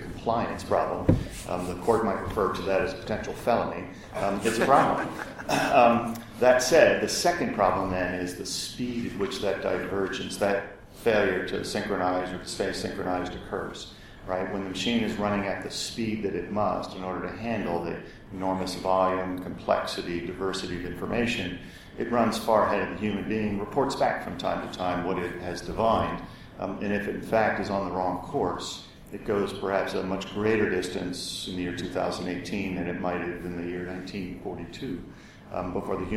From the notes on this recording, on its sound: The Future of Digital Intelligence LIVE from the Lawyer Jurga.